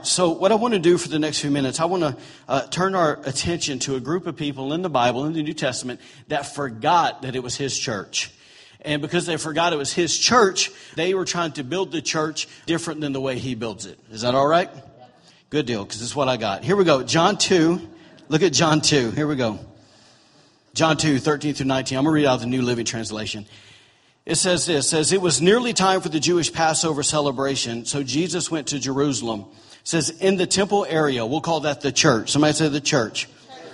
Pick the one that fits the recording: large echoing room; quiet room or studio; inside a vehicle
large echoing room